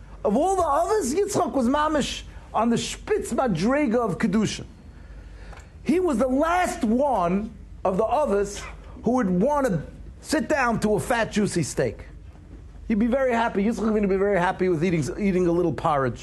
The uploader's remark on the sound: Shiur recorded in Yeshivas Ohr Reuven, Monsey, NY.